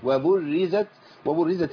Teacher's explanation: مشدده يعني ايه يعني راءين راء ساكنه وراء متحركه · Term: راء مشدده